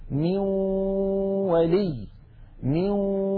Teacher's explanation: الجزء اللساني في النون انعدم وتحول إلى واو، وأن الغنة قد بقيت · Term: الإدغام بالغنة